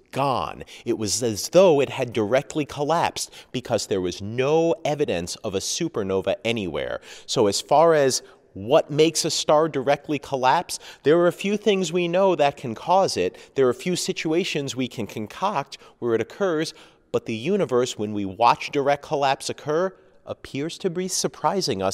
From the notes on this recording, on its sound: This week's questions show was recorded at the 235th Meeting of the American Astronomical Society in Honolulu, Hawaii. I was lucky enough to have 3,500 astronomers, space scientists and others to talk with.